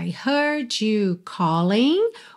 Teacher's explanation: O G não é pronunciado, tá pintadinho de cinza.